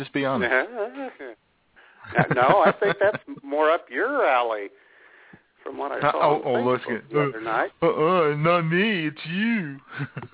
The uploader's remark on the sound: Your phone calls as IWS Radio ushers in an early Spring by spreading the fertilizer of funny onto the front lawn of Blog Talk Radio.